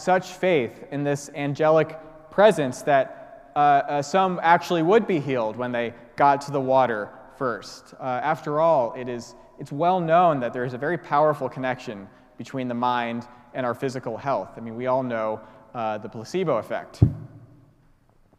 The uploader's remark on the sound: Preached at the celebration of Holy Eucharist on the Sixth Sunday of Easter.